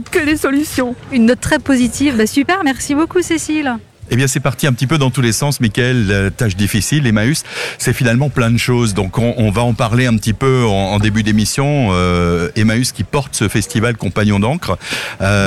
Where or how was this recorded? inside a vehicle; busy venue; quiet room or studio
busy venue